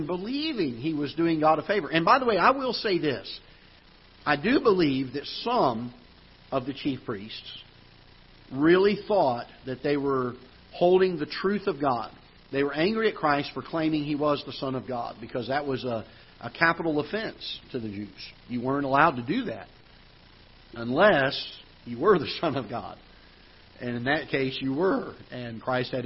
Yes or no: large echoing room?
yes